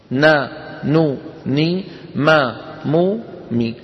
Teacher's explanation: وتكون الغنة أنقص ما تكون، يعني أقصر ما تكون في النون والميم المتحركتين.